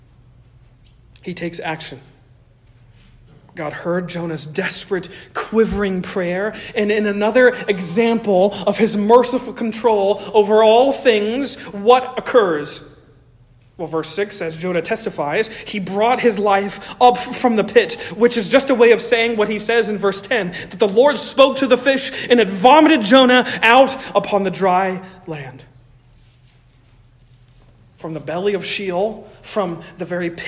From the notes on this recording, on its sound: Originally delivered on 27 August 2023 at Stonington Baptist Church, Paxinos, PA. At Stonington Baptist Church, Paxinos, PA.